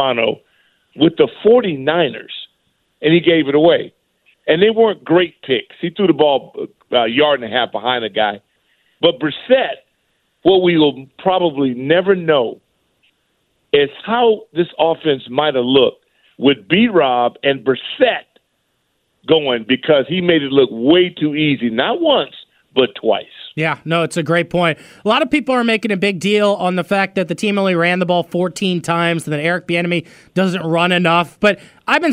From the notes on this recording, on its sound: taking some calls